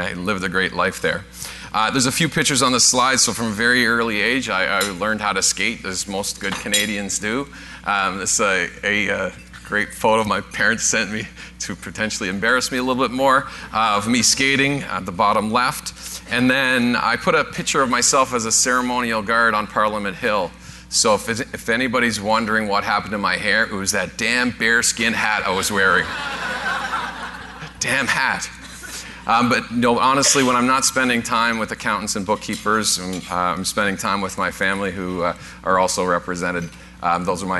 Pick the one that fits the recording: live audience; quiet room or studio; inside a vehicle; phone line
live audience